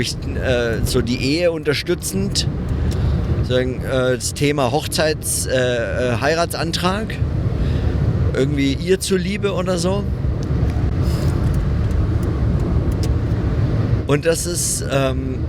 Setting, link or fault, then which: setting, inside a vehicle